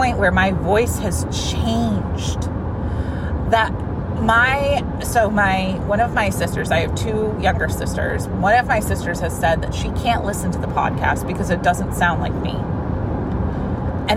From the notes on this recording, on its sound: This is a Fun-size Friday episode I recorded this week in my car because well the energy was right!